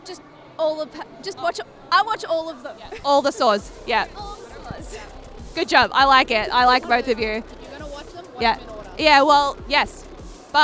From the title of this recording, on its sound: Live from Oz Comic Con - Melbourne